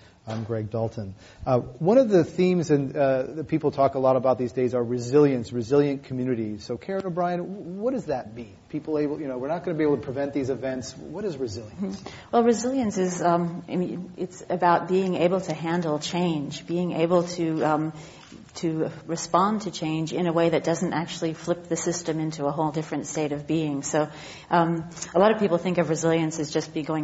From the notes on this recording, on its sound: This program was recorded in front of a live audience at The Commonwealth Club in San Francisco on December 13, 2011